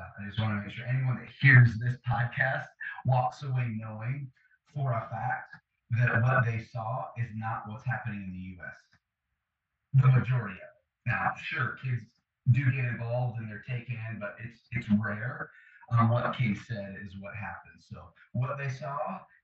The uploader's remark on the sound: The audio quality of this episode was not up to our usual standard. Despite the frustration/disturbance with the audio I still felt it was worth publishing this amazing conversation.